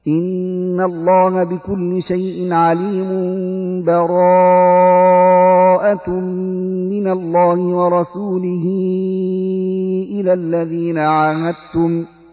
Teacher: من هذه الأوجه التي بين السورتين الوصل، أي وصل آخر الأنفال مع أول التوبة من غير بسملة